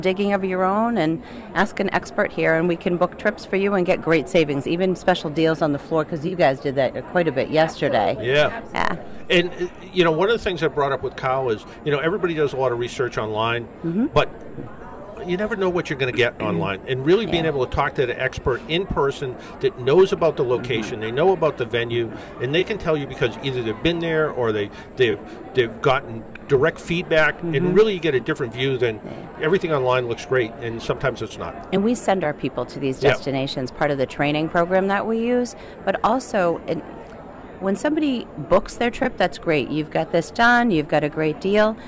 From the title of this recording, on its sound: Broadcasting live from the AAA Travel Marketplace at Gillette Stadium 2017